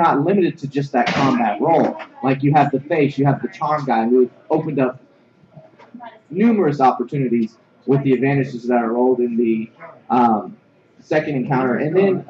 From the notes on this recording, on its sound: Live From Reapercon 2013. Broadcast live from the floor of Reaper Tower, site of Reapercon 2013.